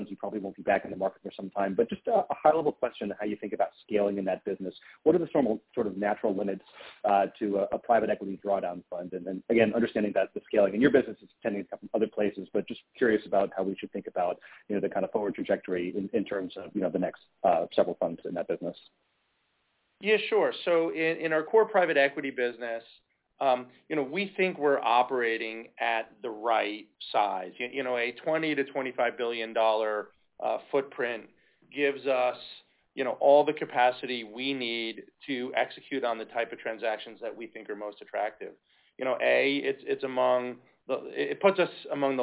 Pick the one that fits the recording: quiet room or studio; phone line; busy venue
phone line